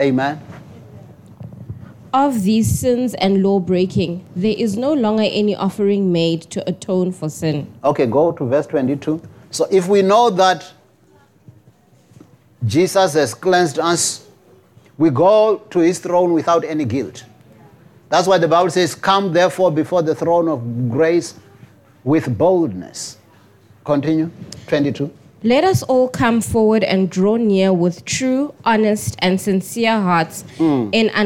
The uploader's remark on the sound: preached at Jesus the Saviour Church, 185 Bobs Way, Eersterivier, Cape Town on 03 September 2023